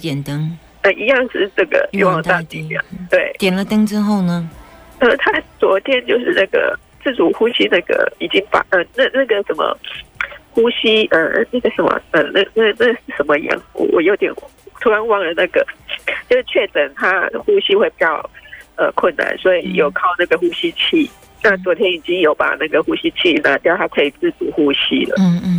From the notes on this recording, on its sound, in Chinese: 在玉皇大帝廟門前CALLIN本問工作。這女孩在廟前CALL IN 本試問工作。